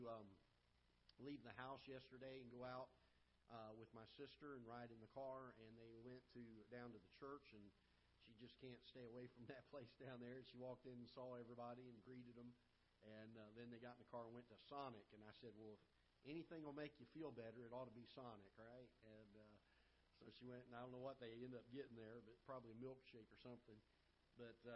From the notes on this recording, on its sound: Ketha Heights Baptist Church ~ Live Broadcast.